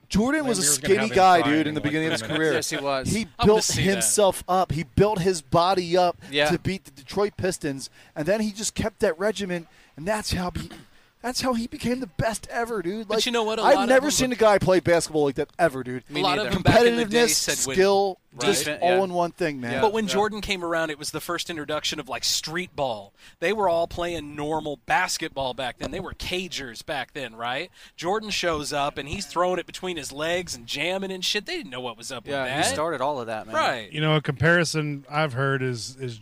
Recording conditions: busy venue